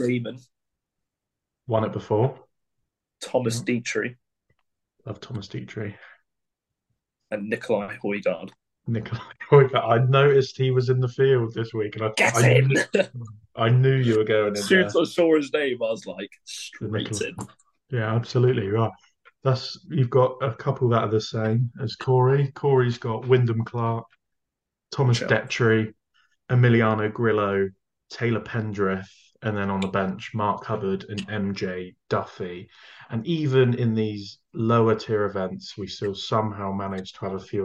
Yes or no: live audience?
no